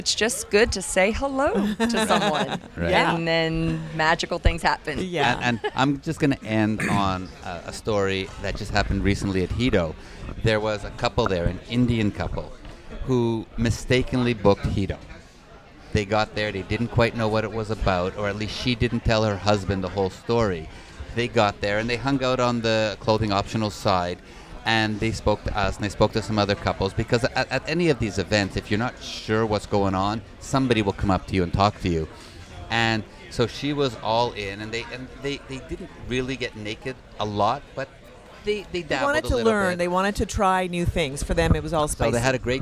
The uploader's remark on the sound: Join us on location, on board the Bliss Cruise.